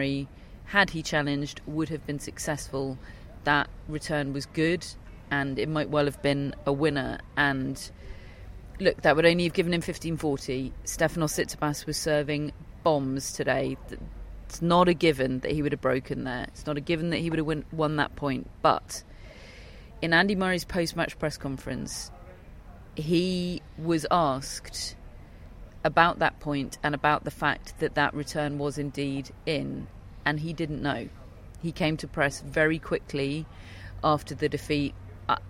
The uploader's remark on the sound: Live from Wimbledon